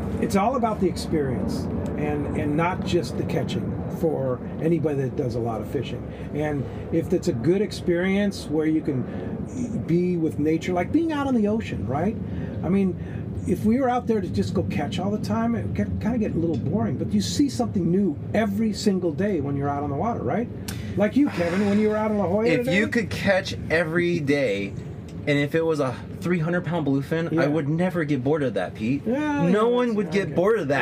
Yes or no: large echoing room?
no